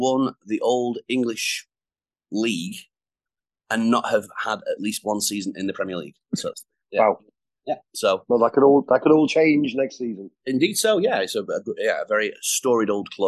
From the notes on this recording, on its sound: Chat over Zoom